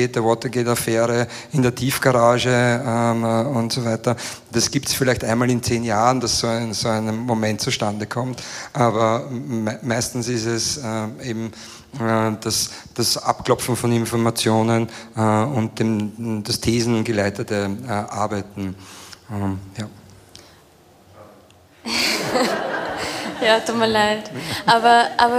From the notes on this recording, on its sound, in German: Ein Mitschnitt unserer Mitgliederversammlung aus der Roten Bar des Volkstheaters.